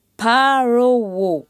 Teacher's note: Prononce bien le P avec une aspiration.